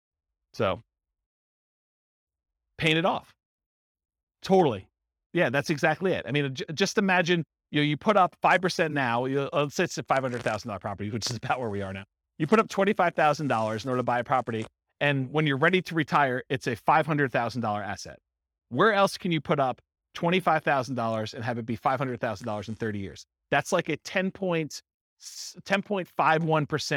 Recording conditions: live audience